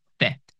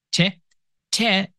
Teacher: Notice that th as in tha in Arabic, th. It is made by placing your tongue between your teeth. · Shown in: first take